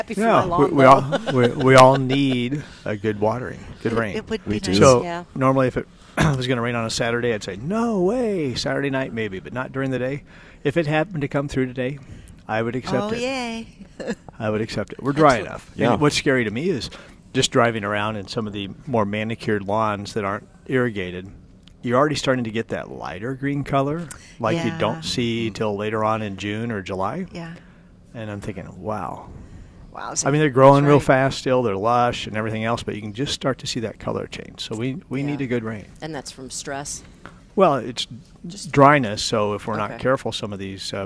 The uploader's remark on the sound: Live from Prairie Gardens.